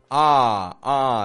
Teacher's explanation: I'm actually only just making one motion. I'm dropping my jaw, keeping my tongue kind of low in my mouth, and I'm getting this ah, ah sound.